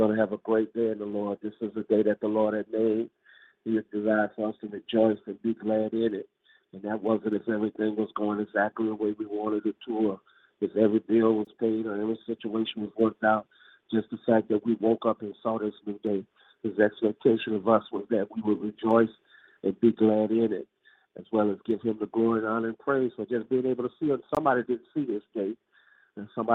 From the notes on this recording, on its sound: 6AM Prayer Call. Live Prayer.